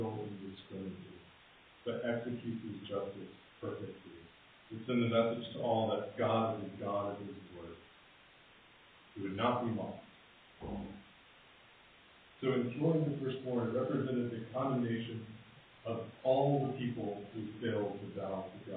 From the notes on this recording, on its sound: Apologies for the poor audio quality.